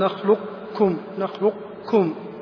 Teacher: وأيضا قوله وقصده والعمل عليه لا على الإظهار، يقصد بالإظهار الإدغام الناقص، يقصد بالإظهار هنا الإدغام الناقص، وهو أن تبقى صفة القاف وهي الاستعلاء، وتذهب يذهب حرف القاف ويبقى صفته وهي الاستعلاء، فتقول نخلقكم نخلقكم، ما نطقت القاف ولكن بقيت صفة الاستعلاء موجودة